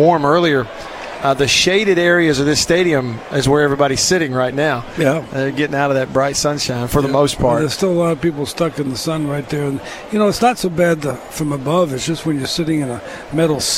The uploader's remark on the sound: LIVE at the 2021 SEC Tournament